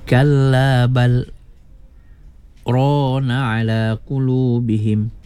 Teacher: itu kena baca lam mati dan ro diasingkan bunyinya. Ya, dibaca dengan saktah.